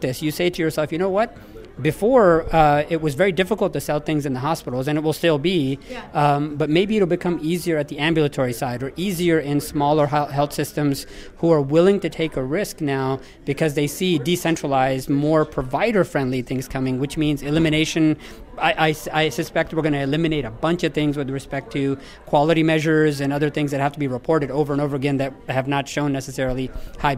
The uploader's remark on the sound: Live from #WinterTech. At the third annual health 2.0 WinterTech conference running concurrent with JP Morgan Healthcare conference week in San Francisco.